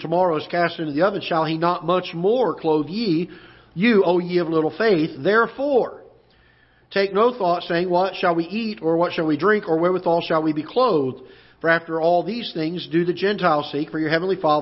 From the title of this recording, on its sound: Ketha Heights Baptist Church ~ Live Broadcast